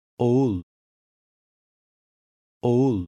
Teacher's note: it is practically silent and usually lengthens the preceding vowel. At times, it sounds close to a Y. · Term: soft G